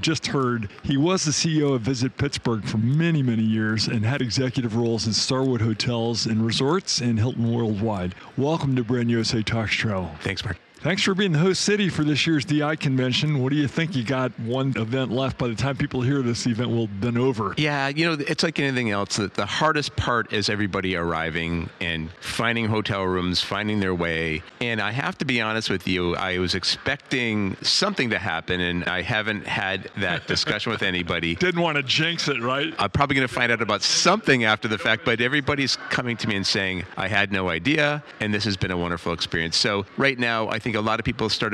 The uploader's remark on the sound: Live from Destinations International